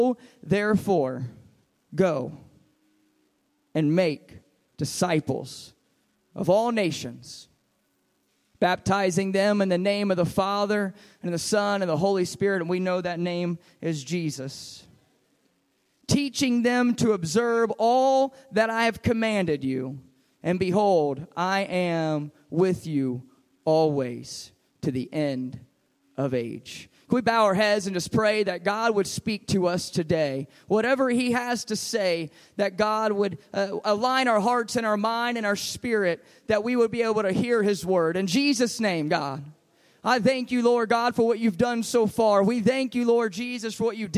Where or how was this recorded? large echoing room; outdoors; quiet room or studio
large echoing room